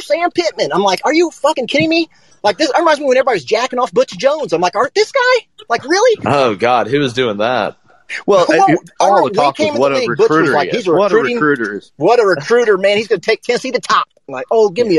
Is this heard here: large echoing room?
no